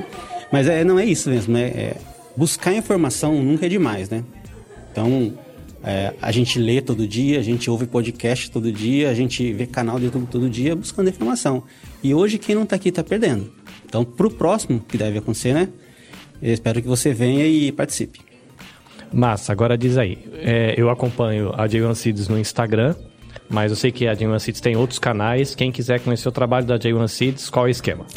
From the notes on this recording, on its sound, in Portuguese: Episódio gravado a vivo durante a realização do ExpoTALKS Japan 2023.